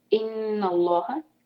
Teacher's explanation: لام لفظ الجلالہ کو بھاری کریں گے اللہ تعالیٰ کے نام سے پہلے زبر ہے نون کے اوپر